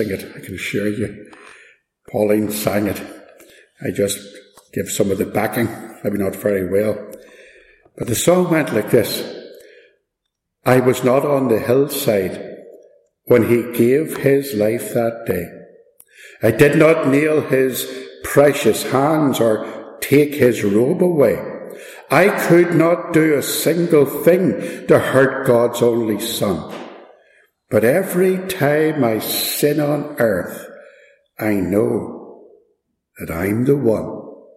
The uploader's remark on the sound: This message was part of a Good Friday Service at Ballymacashon, - please excuse the echo.